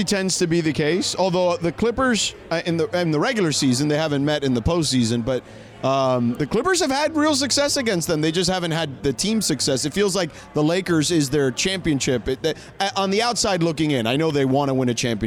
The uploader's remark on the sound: joined the show live from Danny K's